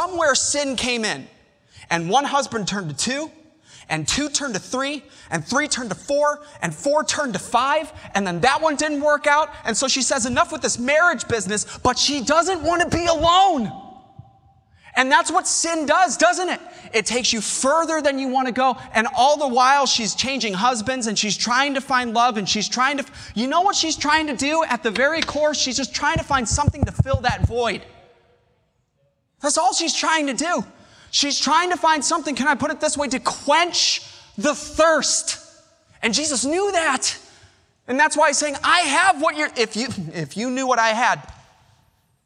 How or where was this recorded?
large echoing room